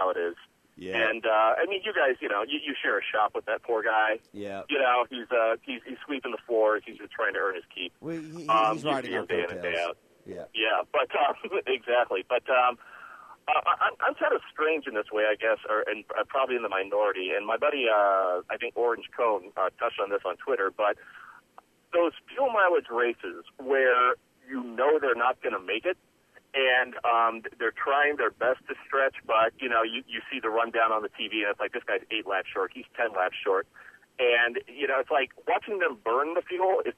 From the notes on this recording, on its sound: sneaks away from work to call in.